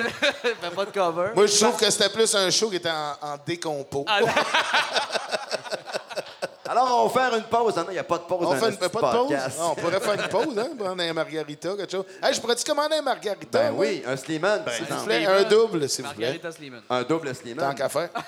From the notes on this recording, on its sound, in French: Captation devant public a l’Etabli Brasserie Urbaine, Drummondville.